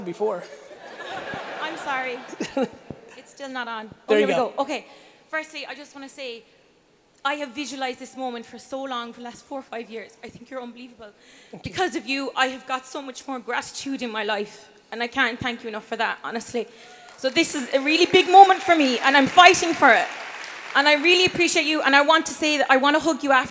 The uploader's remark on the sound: This episode is from a keynote. In Dubai.